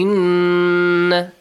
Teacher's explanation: A nasal sound. I'll also prolong it for two counts. · Term: nun mushaddad